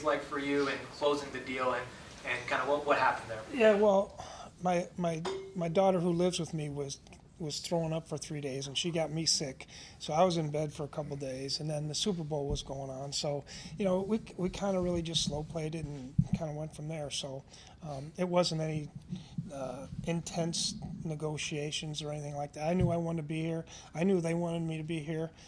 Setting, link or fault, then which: setting, busy venue